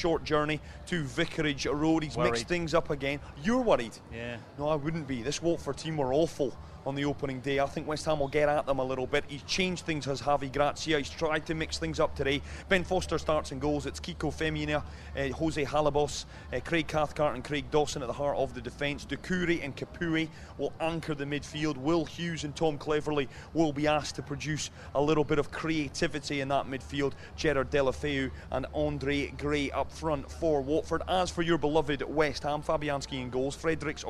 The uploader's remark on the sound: From our original home, Barasti